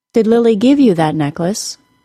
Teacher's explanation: Now I'll switch the high pitch word. I'm going to stress the word give.